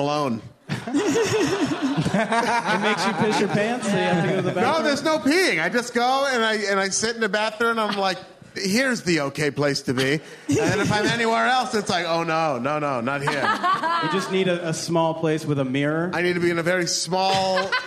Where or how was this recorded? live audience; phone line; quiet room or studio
live audience